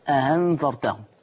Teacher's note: ورش مذهبه إن هو بيسهل الهمزة الثانية أأنذرتهم. طيب ولو جه بعد الهمزة الثانية اللي أنا بسهلها ديت كان حرف ساكن زي النون هنا ساكنة لأنها مخفاة فالنون ساكنة، فيشبعها أيضا ورش بمقدار الإشباع، يشبعها يبدلها الأول، يبدل الهمزة الثانية ألف مع الإشباع أنذرتهم.